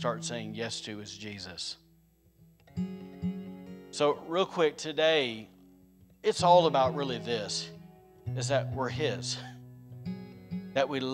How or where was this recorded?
large echoing room